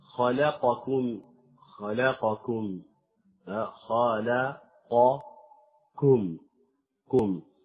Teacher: فالقاف تخرج مفخمة والكاف يخرج مرققا · Term: تفخيم القاف